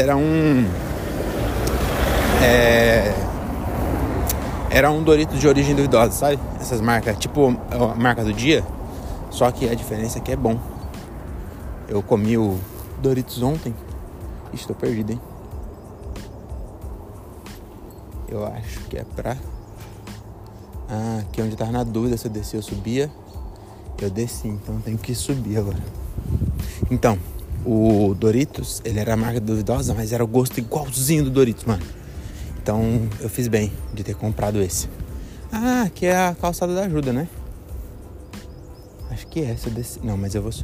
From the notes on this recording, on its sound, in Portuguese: Episódio gravado nas ruas de Belém